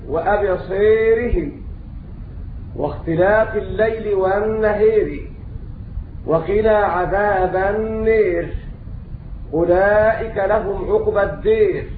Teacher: أمالوا الألفات التي بعدها راء مكسورة متطرفة